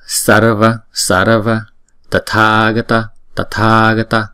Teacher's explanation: Thì chữ tha này chúng ta đọc kéo dài hai nhịp bởi vì chữ a có dấu gạch ngang trên đầu ha.